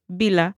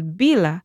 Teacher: The first word, bila, has heavier stress on the initial letters, while bila has its stress on the double L and what follows it · Shown in: second take